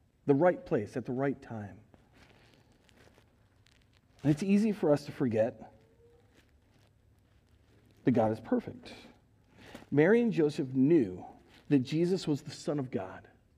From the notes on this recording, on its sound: Recorded live at Word of Life Church in Le Sueur, Minnesota on January 9th, 2022